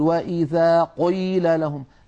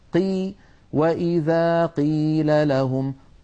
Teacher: يبالغ في تفخيم القاف المكسورة · Shown in: first take